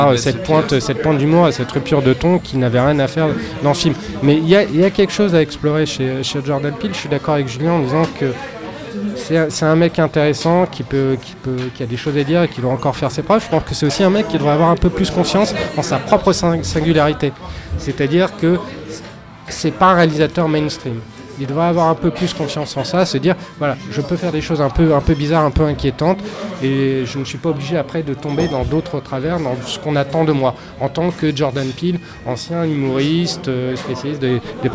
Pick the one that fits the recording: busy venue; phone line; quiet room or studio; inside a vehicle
busy venue